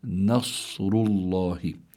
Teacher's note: لا، لابد النون حكمها الترقيق والصاد حكمها التفخيم، فلابد من ترقيق النون وتفخيم الصاد، فتقرأ نصر الله.